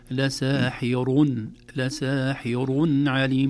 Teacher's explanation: لكن حفص وجمهور القراء لساحرون، لساحرون عليم بتفخيم الراء وليس بترقيقه